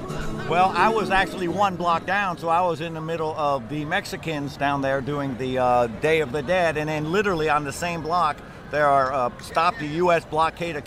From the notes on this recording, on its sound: in the heart of New York City during the Diwali festival in Times Square